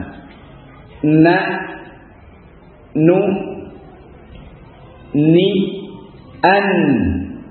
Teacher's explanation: Dari tarful lisan, dari ujung lidah. Dan ini jelas beda dengan lam ya. Makhrajnya sudah bergeser sedikit.